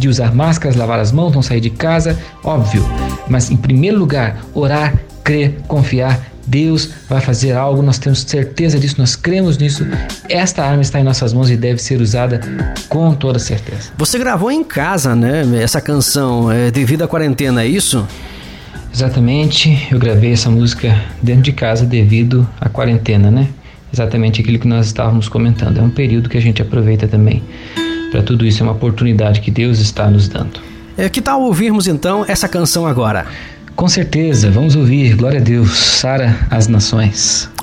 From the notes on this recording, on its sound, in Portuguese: Entrevista realizada via whatsapp